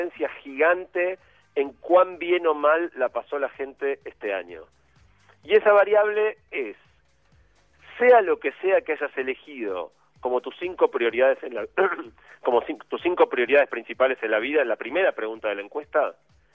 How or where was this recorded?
phone line